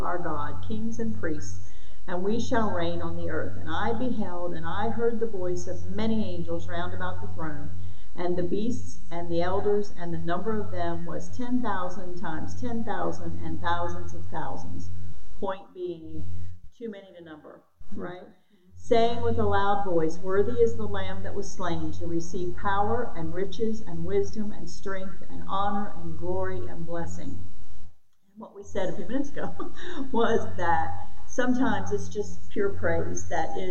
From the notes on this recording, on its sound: Originally recorded on 4/23/2022 at Addison Free Will Baptist Church.